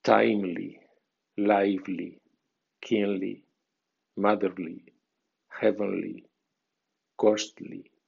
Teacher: El sufijo ly suena li con acento débil y manteniendo el sonido i al ser cerrado